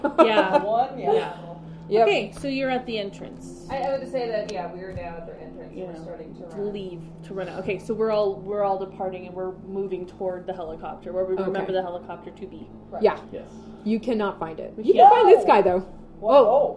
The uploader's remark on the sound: we had some technical recording difficulties this session; we did our best to fix the issues